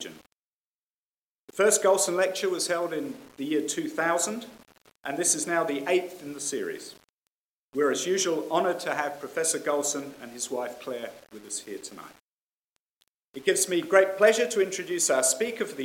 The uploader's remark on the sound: The Golson Lecture was delivered at ANU.